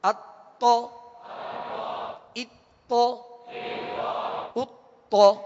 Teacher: اب اس میں پہلے حمزہ ہے، حمزہ باریک پڑھیں گے اور تو کو پر پڑھیں گے. اتو مگر ہونٹوں کو گول نہیں کریں گے، پیش جب پڑھیں گے تو وہ پیش کی وجہ سے گول ہوں گے.